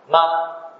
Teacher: Sekarang ambil contoh mim. Mim keluar di mana? Antara dua bibir.